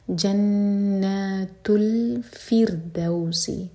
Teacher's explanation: را ساکن باریک ہوگا کیونکہ اس سے پہلے ہے کسرہ